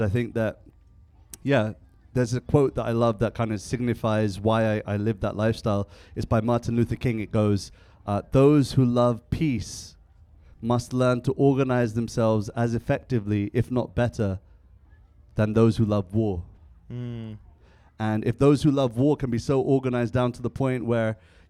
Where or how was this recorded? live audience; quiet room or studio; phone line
live audience